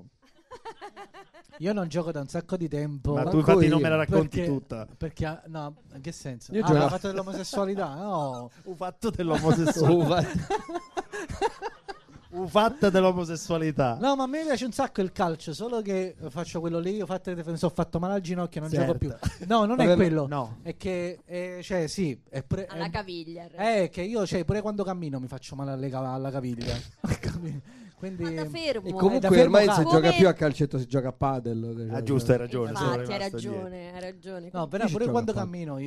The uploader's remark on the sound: Live dal GhePensiMi di Milano